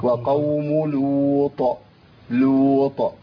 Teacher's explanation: ما ينفعش ان اقول وقوم لوط زي ما كتير من الناس بيهمس الطاء عندي هنا مش مهموسه